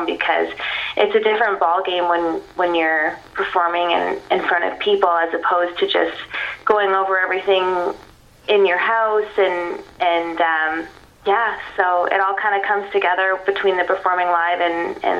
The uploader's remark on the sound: via phone for this Beach Corner